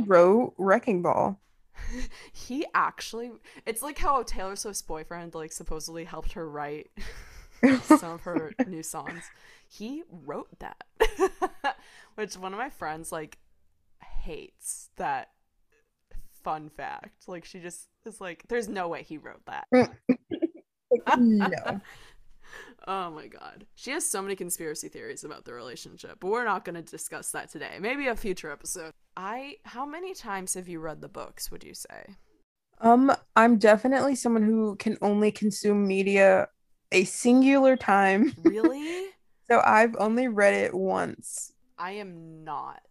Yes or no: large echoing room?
no